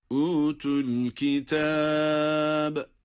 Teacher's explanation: İnce ve zahmetsiz bir kalkale